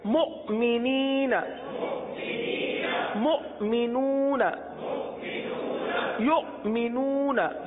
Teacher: حمزہ ساکنہ پر جھٹکا دیں گے